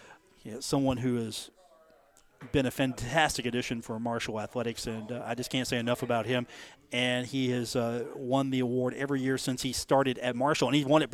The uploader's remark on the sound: Live from the Union Pub and Grill